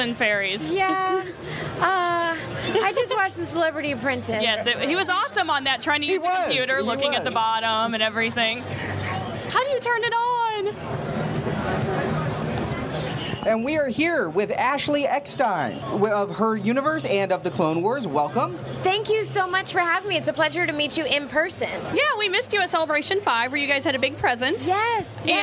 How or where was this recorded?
busy venue